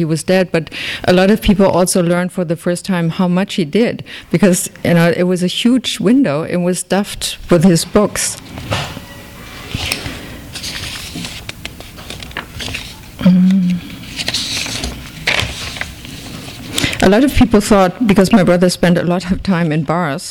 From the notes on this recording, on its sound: We didn't want to miss the chance to have this fascinating presentation in our store while the author is in the country. THIS EVENT WAS RECORDED LIVE AT SKYLIGHT BOOKS SEPTEMBER 24,2011.